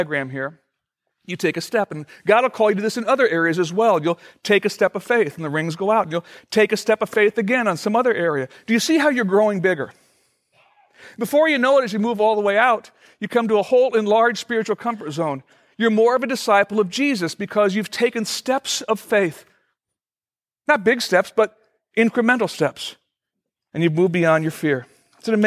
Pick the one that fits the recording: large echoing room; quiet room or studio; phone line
large echoing room